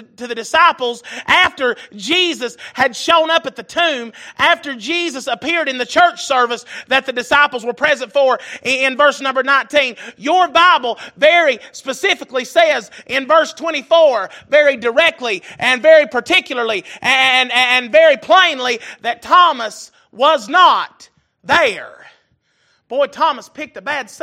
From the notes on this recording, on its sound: Recorded November 13, 2022 - Sunday Evening Service